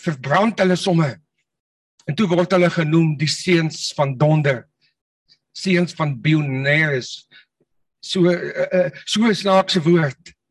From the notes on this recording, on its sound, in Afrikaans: Manne van die Woord Zoom Byeenkoms.